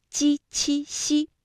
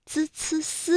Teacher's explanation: 我们在读鸡栖息的时候呢，感觉到是舌的中间在使劲，也就是我们通常所说的舌面，而滋呲丝呢会感觉到是舌尖在用劲